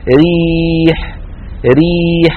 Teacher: حتى هذا يعني يأباه الذوق السليم، الحس السليم يأبى أن يفخم الإنسان راء مكسورة. ريح، ريح راء مكسورة في كلمة أيضا ترقق